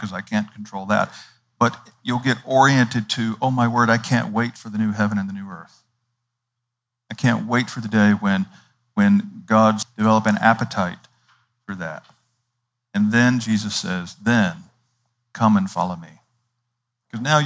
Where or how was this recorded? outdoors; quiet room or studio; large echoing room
large echoing room